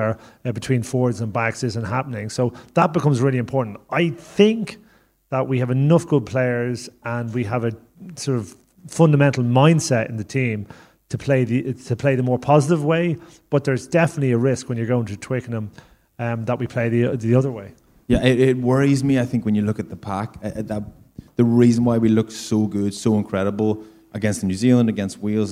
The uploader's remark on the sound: Live from the Liberty Hall. This is a very special bonus podcast recorded late last night at Dublin's Liberty Hall Theatre.